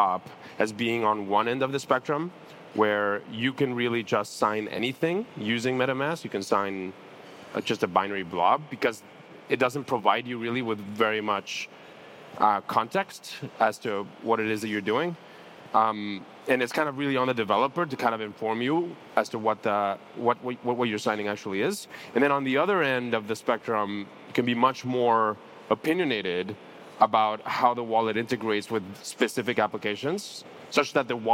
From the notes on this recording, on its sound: Live from Breakpoint 2021. Thanks to everyone in the audience.